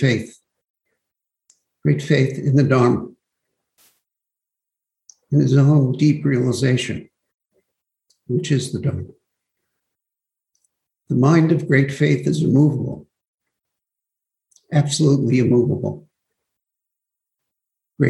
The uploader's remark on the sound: Zoom Broadcast